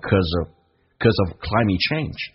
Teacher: Because 可以直接说成一个 cause 跟 of 有个连音，说成 cause 可以简化成这样，然后跟 of 连音叫 cause of climate change.